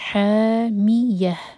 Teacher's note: یہ ح حلق سے حامية اور این میں جو ہا کی آواز ہے وہ سینے سے